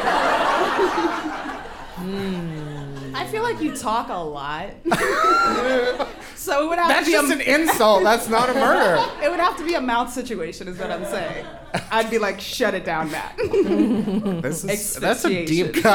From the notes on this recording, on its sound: Unhappy Hour Live at The Greene Space! We had our very first live show at The Greene Space in NYC!